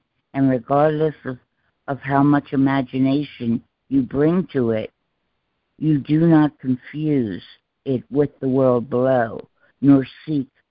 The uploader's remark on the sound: ACIM Daily Conference Call